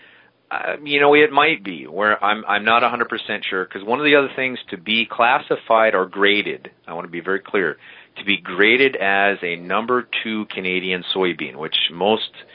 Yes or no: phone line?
yes